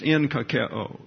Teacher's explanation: So they have this grammatical spelling type of concept that they've instituted so that when the chi here, the ch sound, that's right here, when the chi is preceded by gamma, then the gamma becomes a nu or an n